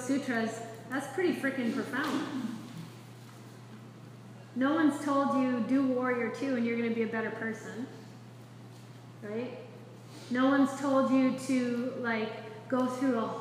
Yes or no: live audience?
yes